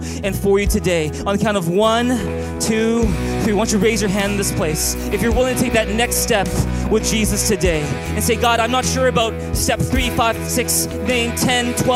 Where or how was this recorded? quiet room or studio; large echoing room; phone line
large echoing room